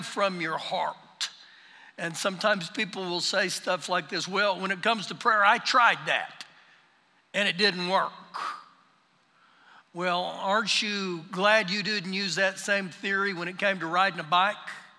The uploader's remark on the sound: Recorded live during our Sunday morning service